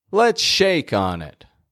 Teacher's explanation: If you hear the peak up in the word shake, then you are correct.